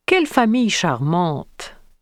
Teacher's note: It falls at the end of the sentence within the final breath group. In exclamations and commands, intonation starts rather high at the beginning and falls toward the end.